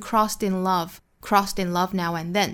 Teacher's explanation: 把 crossed 尾部的这个 T 跟后面一连读，读出一个小小的 flap T 的音